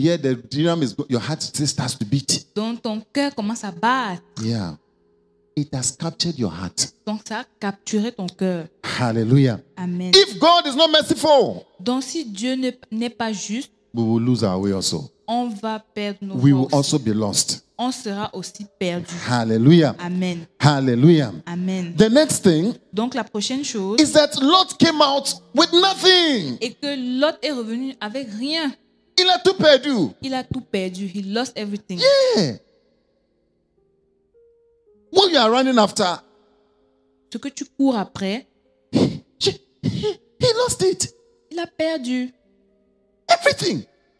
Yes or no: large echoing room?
yes